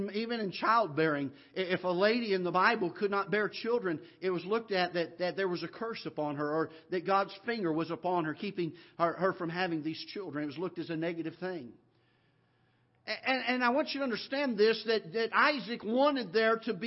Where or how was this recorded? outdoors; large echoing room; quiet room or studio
large echoing room